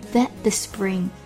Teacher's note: That 跟 the t 后面跟着摩擦音，所以这个 t 失去爆破